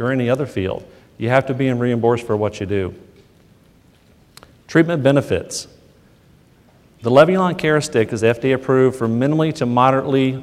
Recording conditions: live audience